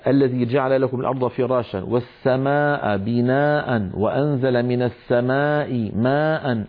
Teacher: أربع كلمات متتالية فيها مدود متصلة، لا بد للقارئ من أن يسوي بين أزمنة هذه المدود الأربعة. يعني ما بيصير بعض إخواننا الله يهديهم يطولون واحد أكثر من الثاني، هذا لا يصح. · Term: مد متصل